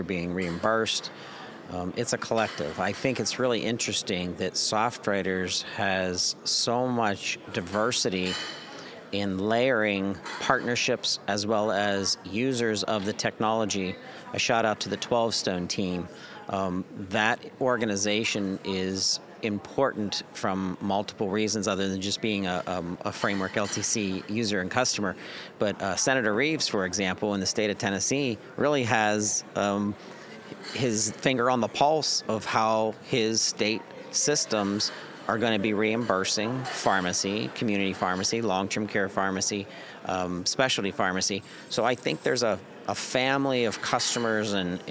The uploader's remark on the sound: User Conference Post-Show. Live from the show floor.